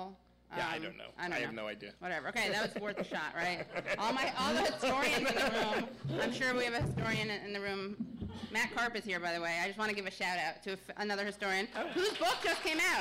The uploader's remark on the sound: During this live show